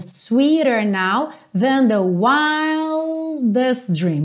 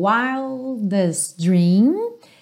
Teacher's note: O T do wildest com o D do dream, um som só